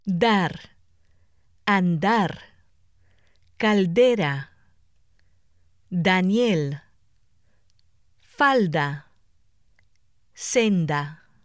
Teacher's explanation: At the beginning of a breath group or after the letters L or N, the D is dental. Pronounce it with the tip of the tongue pressed against the back of the upper front teeth.